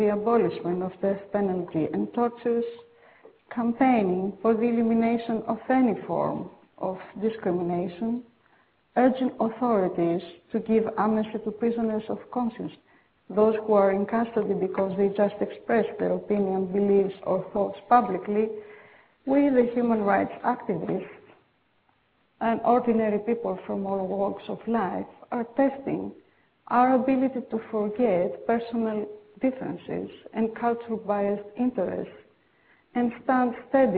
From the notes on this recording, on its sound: This is a pre-recorded program from the World Goodwill Seminar that was held on November 14, 2009 in London, UK.